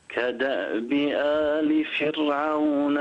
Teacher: الراء هنا ساكنة وقبلها مكسور، دائما كلمة فرعون الراء فيها مرققة.